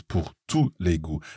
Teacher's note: And notice we've got that tout again, T-O-U-S, but here it's not pronounced with the S at the end